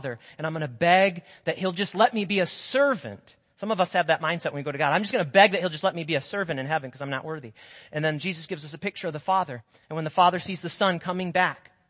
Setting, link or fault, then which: setting, large echoing room